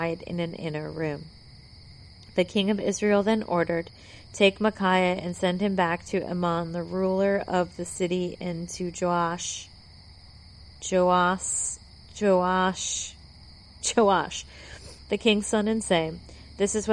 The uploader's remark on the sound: My mom provides a mid-episode laugh track because I recorded outside while she read a book